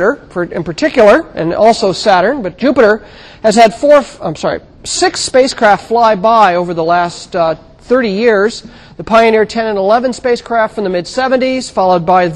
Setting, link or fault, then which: setting, large echoing room